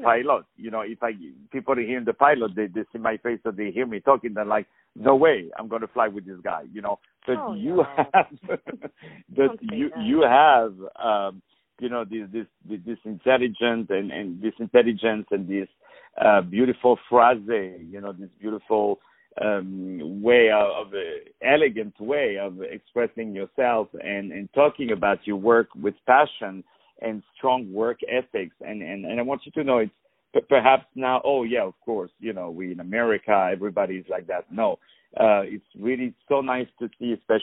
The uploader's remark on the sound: Interview on the phone